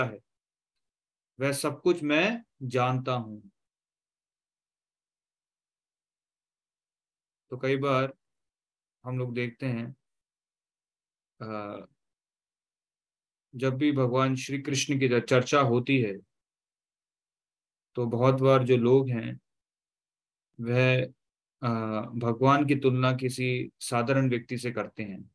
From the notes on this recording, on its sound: Zoom recorded class